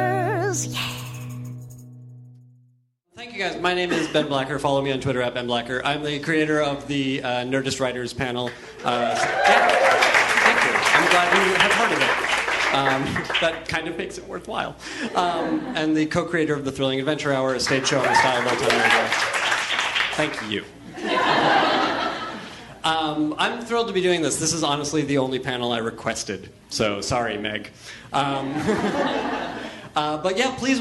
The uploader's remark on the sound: Live from ATX Television Festival. Recorded at the Stephen F. Austin Hotel ballroom in Austin, TX.